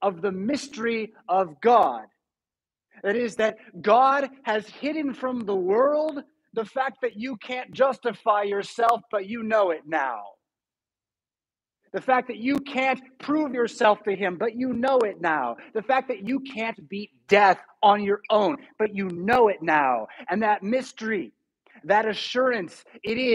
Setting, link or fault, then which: setting, large echoing room